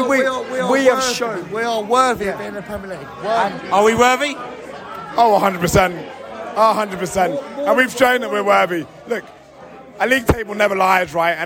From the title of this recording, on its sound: Post Match Podcast from The Stands and Pub